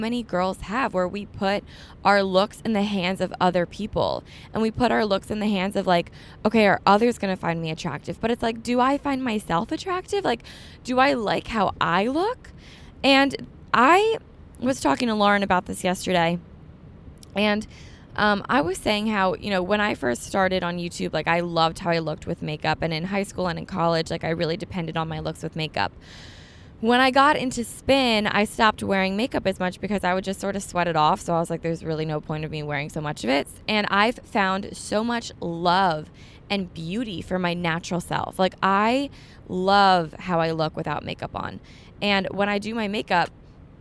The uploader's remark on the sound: Me just talking in the car today.